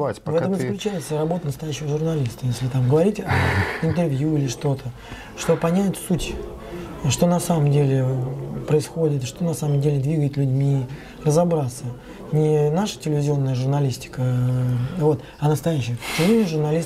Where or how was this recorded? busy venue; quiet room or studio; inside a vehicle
busy venue